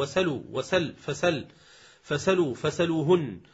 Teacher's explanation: واسأل فعل الأمر إذا كان قبل سينه واو أو فاء نحو وسلوا وسل فسل فسلوا فسلوهن، بنقل فتحة الهمزة إلى السين وإسقاط الهمزة